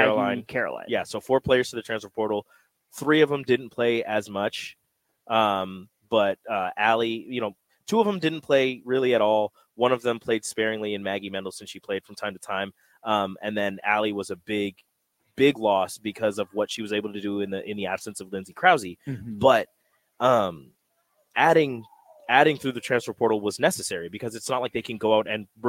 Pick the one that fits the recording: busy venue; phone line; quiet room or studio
busy venue